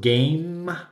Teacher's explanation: Otro error frecuente es la sustitución de la M por la N, ¿cierto? En español el sonido de la M existe, pero nunca aparece al final de las palabras.